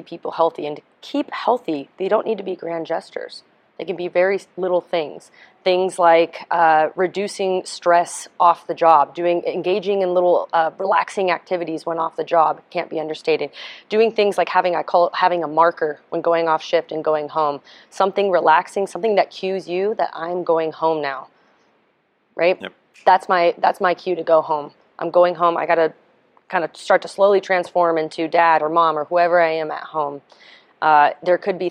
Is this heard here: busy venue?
yes